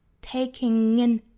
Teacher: It would be like taking in a deep breath.这个 taking 和 in 我们可以做一个连读啊，注意后鼻音加元音的连读 taking in, taking in, in, ng, ng, ng,我们去找舌根和软腭的一个碰撞 ng, ng, in